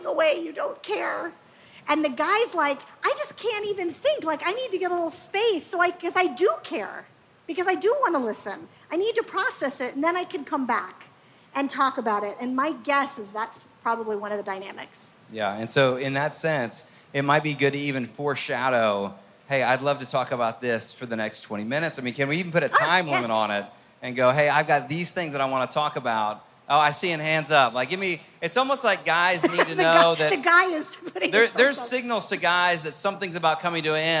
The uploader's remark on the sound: Gathered from a live audience at FamilyLife's Love Like You Mean It cruise.